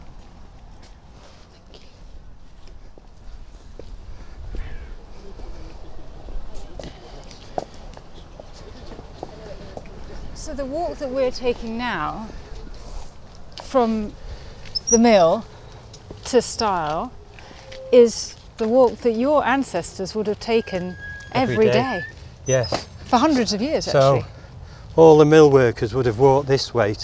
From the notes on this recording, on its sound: Quarry Bank, one of Britain's greatest industrial heritage sites. Amble around Quarry Bank's vast estate and immerse themselves in the sights and sounds his ancestors experienced. Stopping by key places along the way, including the cottage his 5 x great-grandparents lived.